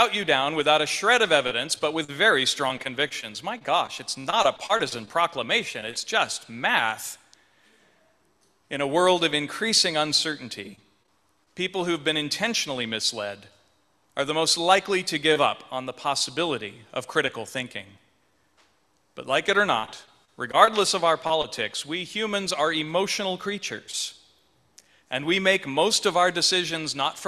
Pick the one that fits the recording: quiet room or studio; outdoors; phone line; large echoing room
large echoing room